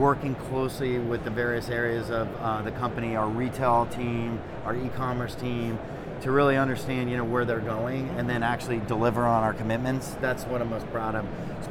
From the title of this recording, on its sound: Live From NRF 2024